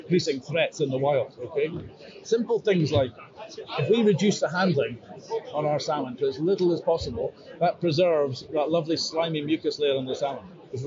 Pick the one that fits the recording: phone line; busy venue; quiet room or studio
busy venue